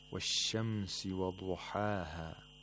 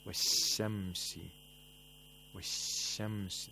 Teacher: the characteristic of tafashi, which means the scattering of the air in the place of articulation of sheen · Shown in: first take · If we don't observe it, it might sound like seen.